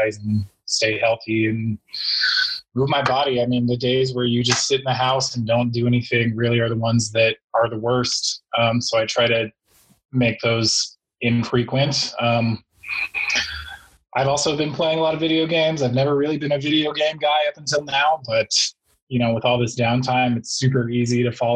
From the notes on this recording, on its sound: We talked to the entire band over zoom